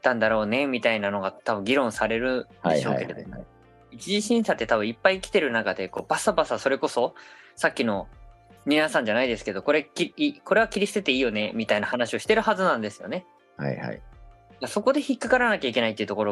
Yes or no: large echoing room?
no